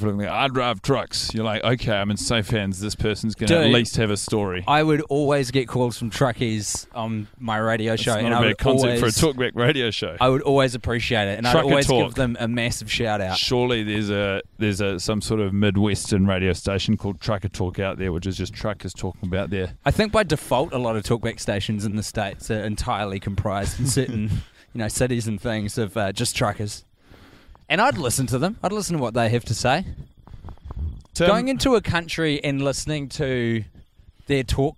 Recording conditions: outdoors